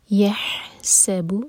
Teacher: ح حلق سے يحسب سین پر سیٹی والی آواز